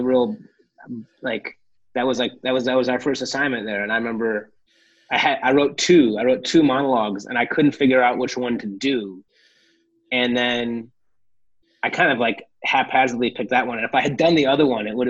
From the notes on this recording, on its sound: chatted with us over Zoom.